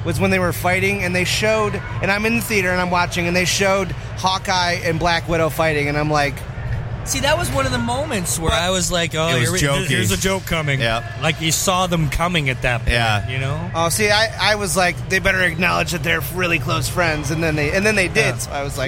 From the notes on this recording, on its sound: Live From Motor City Comic Con